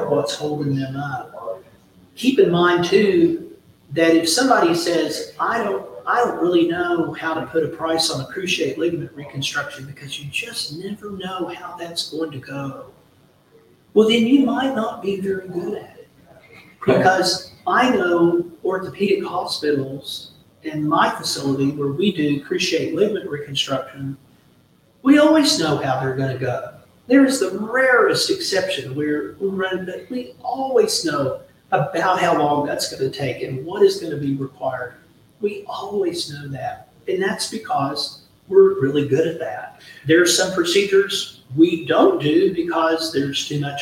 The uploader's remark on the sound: LIVE from the annual FMMA conference!